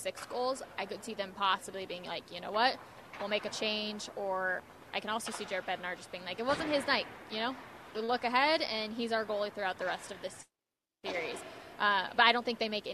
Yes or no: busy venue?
yes